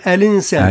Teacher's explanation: حذف الهمزة، همزة القطع، ونقل حركتها للساكن قبلها. فألك اللام ذيك تولي بحركة الهمزة تولي مكسورة، الإنسان هكذا. · Term: النقل